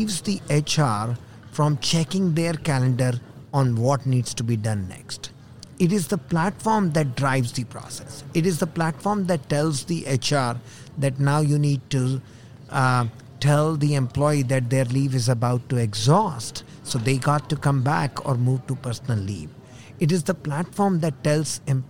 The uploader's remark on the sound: Live from SHRM 2022